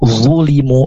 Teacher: Zulimu zu mirip dengan huruf za ya. Cuman dia tengah lidahnya itu terangkat. Dia punya sifat itbaq. Nampak zulimu lebih tebal suaranya.